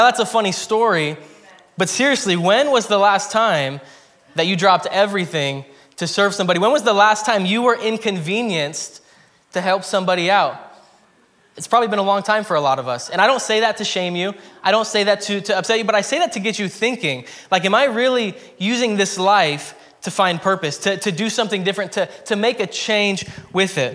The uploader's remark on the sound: preached at Hermiston Assembly